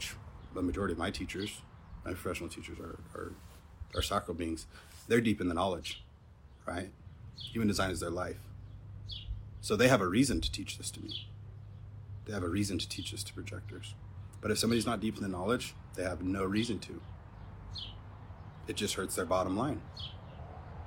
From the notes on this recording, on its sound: Instagram live from May 2021